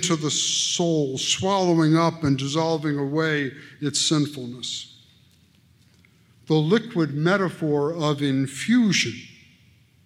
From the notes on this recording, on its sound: at the Braaten-Benne Lectures in Theology in Indianapolis on August 6, 2019.